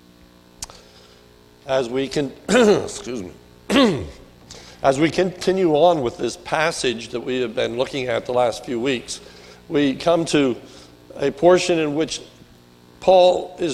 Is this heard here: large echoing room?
yes